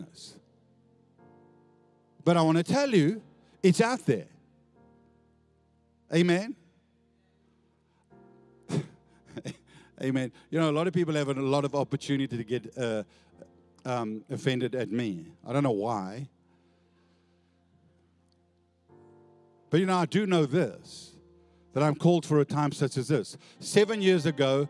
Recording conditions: large echoing room